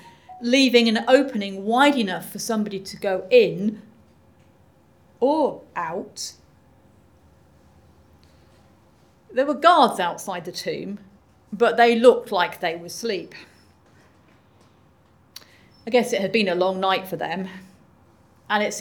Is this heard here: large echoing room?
yes